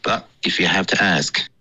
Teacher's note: 你的 but 结尾呢没有顶舌尖，你说的是 but 的这个音，感觉是用那个喉音停顿